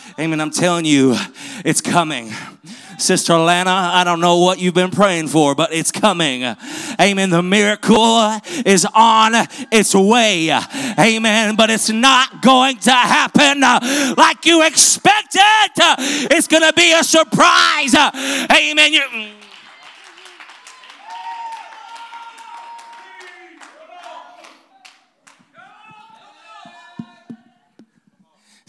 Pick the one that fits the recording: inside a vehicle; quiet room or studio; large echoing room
large echoing room